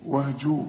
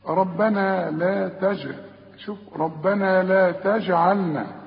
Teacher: اخر مثل في الجيم، ربنا لا تجعل، شوف ربنا لا تجعلنا، ربنا لا تجعلنا فتنة. إذن الجيم هي عليها السكون، فلازم أقلقلها · Shown in: second take